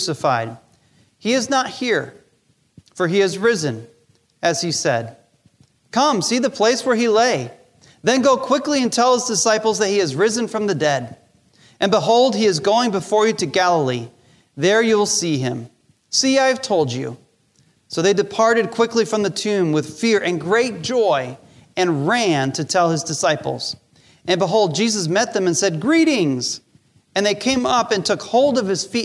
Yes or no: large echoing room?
yes